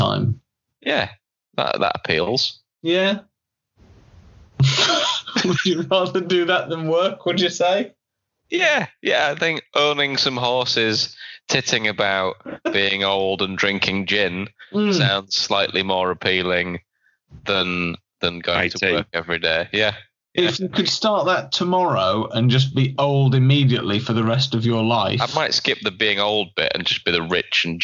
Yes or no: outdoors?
no